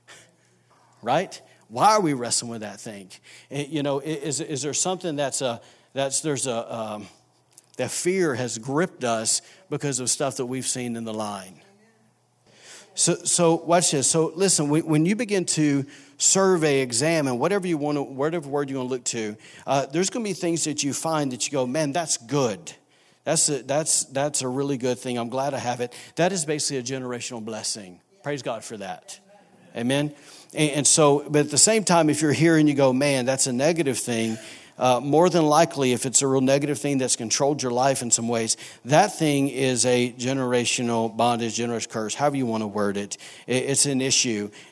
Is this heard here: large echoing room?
yes